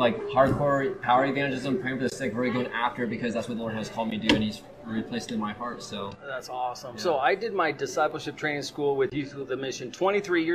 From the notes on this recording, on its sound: Recorded live at the Banyan Tree Cafe at YWAM Kona, HI so please forgive the background noises.